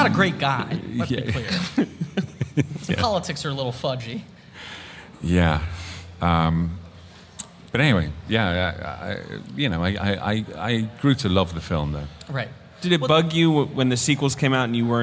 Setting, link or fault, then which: setting, live audience